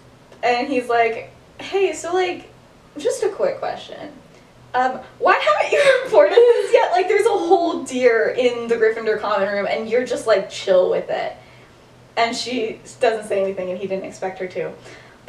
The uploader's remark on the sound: Bad audio. Whoops, the audio got worse.